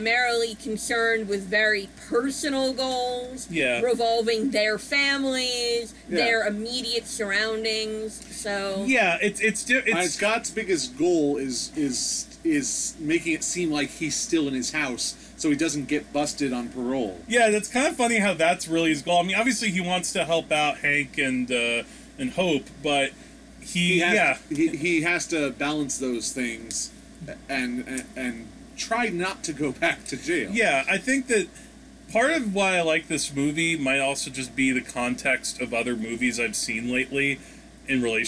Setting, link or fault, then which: fault, background noise